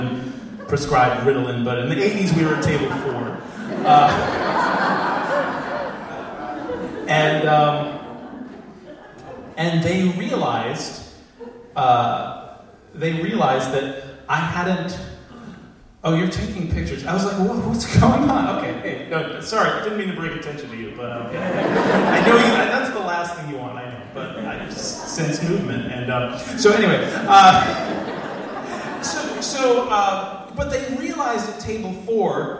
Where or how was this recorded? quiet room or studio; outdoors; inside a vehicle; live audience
live audience